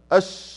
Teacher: عندي اجتمع جريان صوت وجريان نفس، فأقدر أقول أش حرف يمتد، لكن له طبعا مقدار، ما بقولش انه يمتد يعني هو ده الصحيح، لا، يعني النفس ما في شيء يحجزه. · Term: الرخاوة